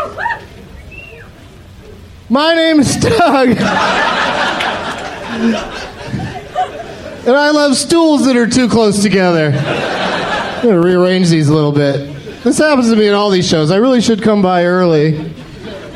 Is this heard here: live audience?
yes